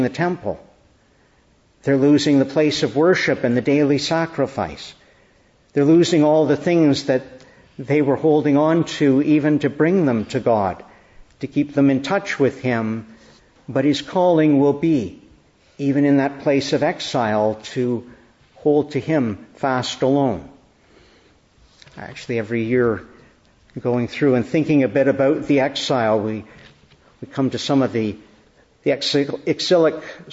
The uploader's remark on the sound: Evening Service. Preached in the Annunciation of the Blessed Virgin Mary, Ottawa, at Evening Prayer.